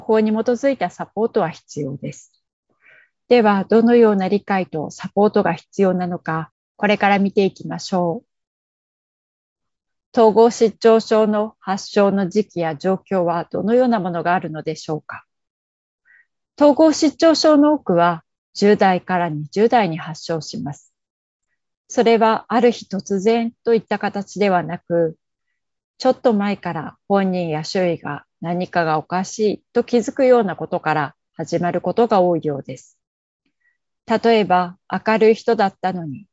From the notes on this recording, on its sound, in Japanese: Zoomで開催、カメラオフ可です。